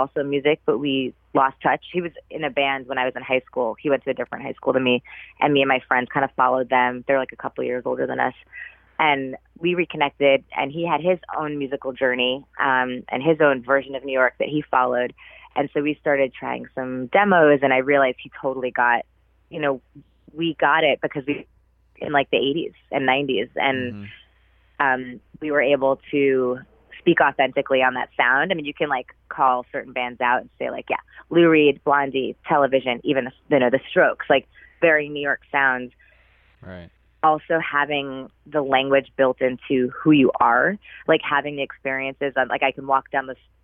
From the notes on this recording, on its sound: We caught up by phone